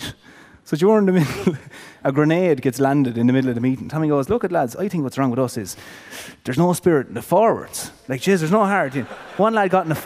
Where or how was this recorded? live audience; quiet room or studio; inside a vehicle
live audience